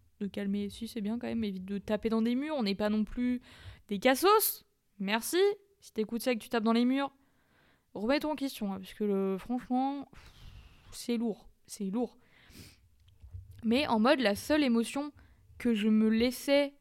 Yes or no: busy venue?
no